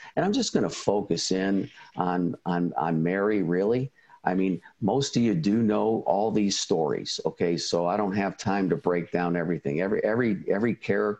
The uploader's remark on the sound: we replay a recording from a recent virtual ISI event